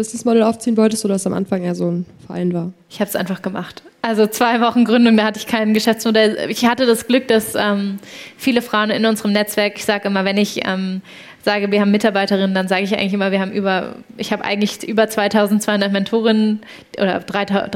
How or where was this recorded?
live audience